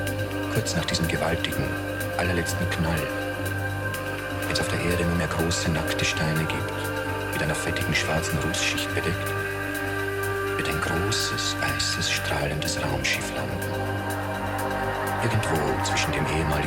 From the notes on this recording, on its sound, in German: Mini-Festival in Bibis Garten. Dank Corona.